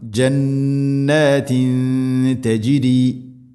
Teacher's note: തൻവീന് ശേഷം ത, തൻവീനിനെ അവ്യക്തമാക്കി മണിക്കണം · Term: ഇഖ്ഫാ ബിഗുന്ന